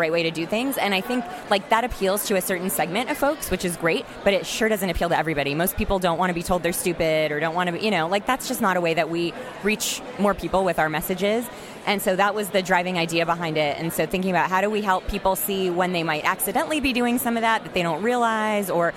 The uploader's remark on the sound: live from FinCon 2017!